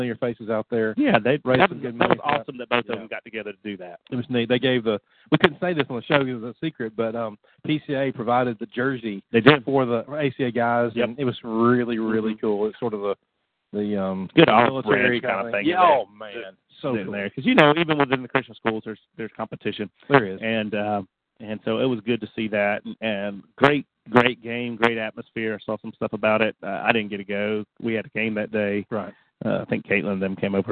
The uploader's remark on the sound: Call in Q & A show.